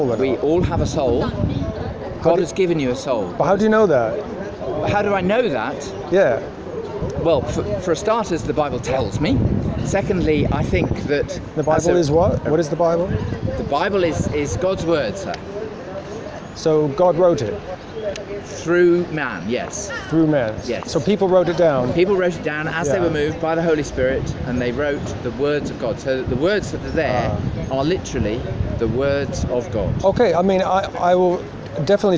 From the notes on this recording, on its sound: London, England. On the streets of London.